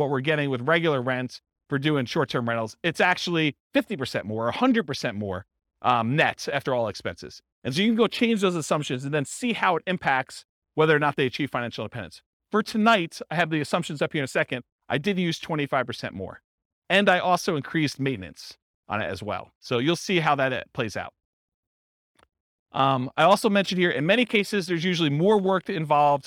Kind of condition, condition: setting, live audience